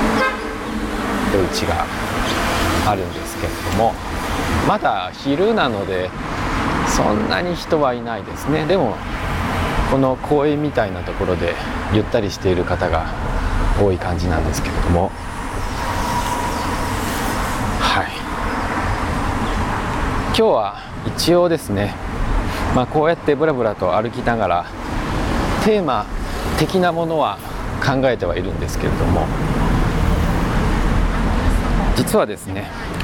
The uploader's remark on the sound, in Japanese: 台北MRT松山新店線の「台電大樓」駅付近を歩きながら。プロにはかなわないが、音質は改善を試みてきた。